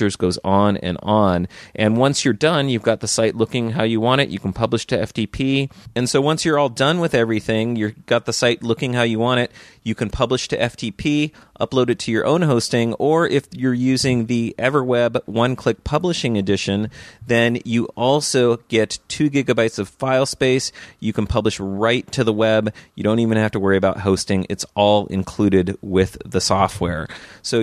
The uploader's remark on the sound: A special episode of the Maccast with interviews from the expo floor at Macworld/iWorld 2014.